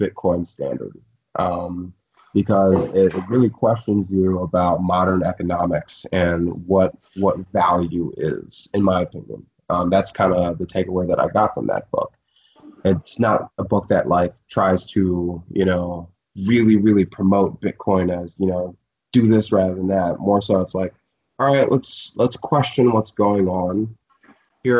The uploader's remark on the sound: Currently in Budapest. Were able to get a skype interview. All the way in Martha's Vineyard.